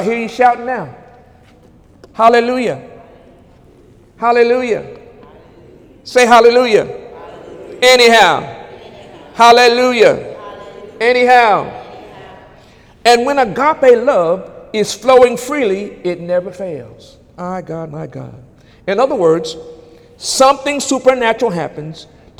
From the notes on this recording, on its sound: During Wednesday night service on November 8, 2017